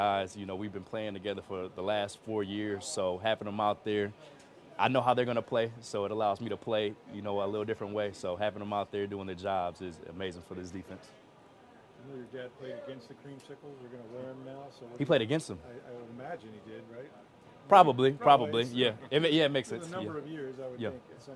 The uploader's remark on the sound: Press Conference